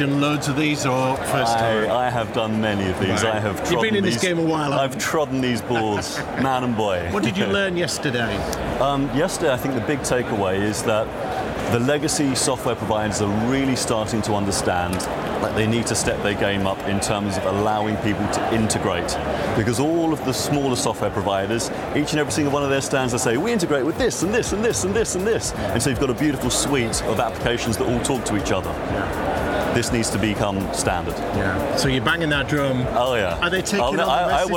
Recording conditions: busy venue